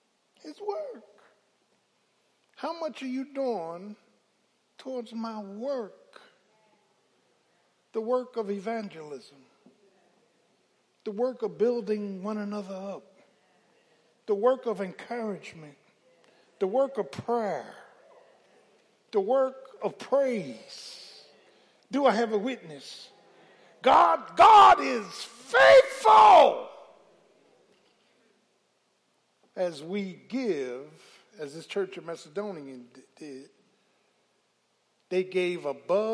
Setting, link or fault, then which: setting, large echoing room